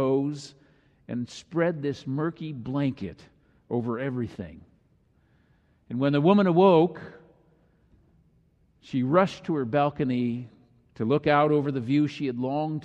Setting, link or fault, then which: setting, large echoing room